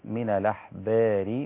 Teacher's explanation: فالنقل نقلنا حركة الهمزة إلى الساكن قبلها فتصير من الأحبار، وهنا التقليل والرهبان لا يكون أموال الناس بالباطل.